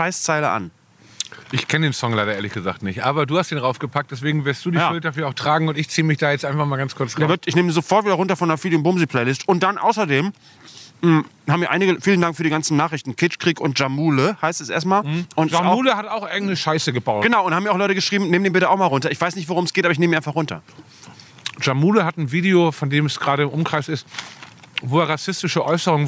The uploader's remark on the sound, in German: Fest & Flauschig - die Outdoor-Edition. Melden sich quasi live vom Oberdeck des Hausboots.